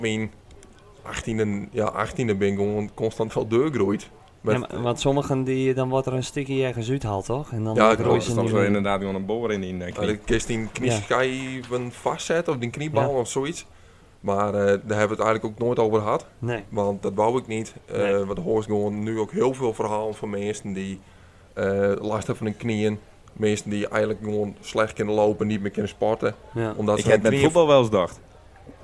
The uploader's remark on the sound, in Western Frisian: De mannen binne live anwezig bij de finale dag fan de Bildtse Cup in Sint Jabik